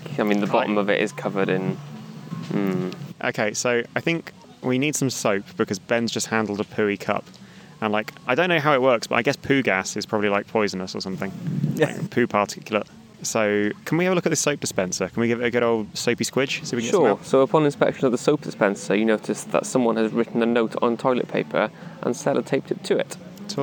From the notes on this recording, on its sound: This week we're coming to you liiiiiiive from the Frocester beer festival ! This week we're coming to you liiiiiiive from the Frocester beer festival ! It's an awesome annual festival, and we did a recording there because why the heck not eh?